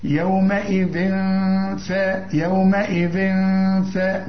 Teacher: عندك ذال وعندك ثاء الاثنين هنطلع فيهم طرف اللسان